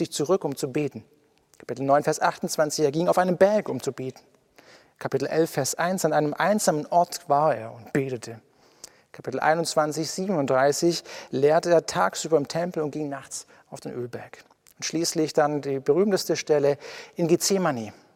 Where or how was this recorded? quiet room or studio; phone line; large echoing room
large echoing room